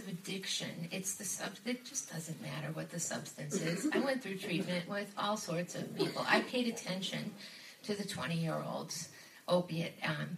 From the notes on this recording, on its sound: A very close friend of The Bubble Hour was asked to share her story at a 12-Step recovery meeting so we asked her to record it.